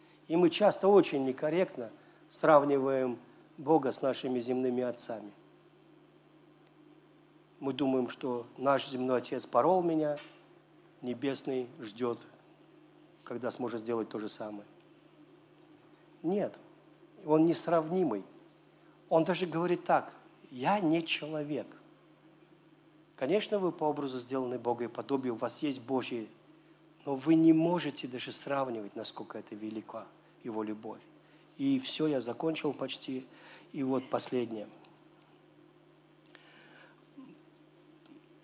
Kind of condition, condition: setting, large echoing room